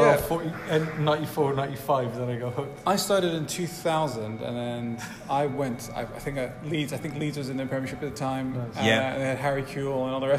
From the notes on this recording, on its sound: This week we recorded at the amazing Kongs Cardiff. Arcade game themed bar.